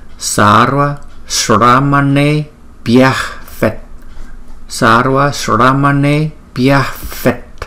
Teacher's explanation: Chữ S có dấu sắc chúng ta phải đọc cong lưỡi, cũng giống như chúng ta đọc chữ sugar